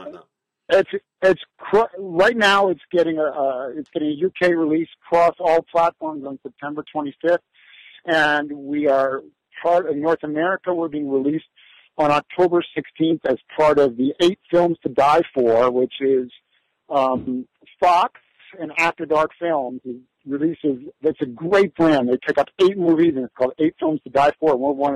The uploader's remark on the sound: Desperately clinging onto a phone signal in a remote corner of Idaho.